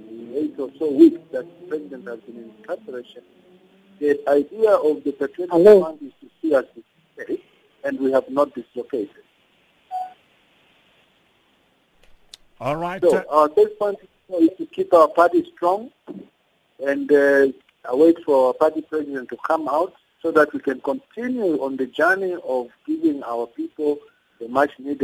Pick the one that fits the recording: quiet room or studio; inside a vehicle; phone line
phone line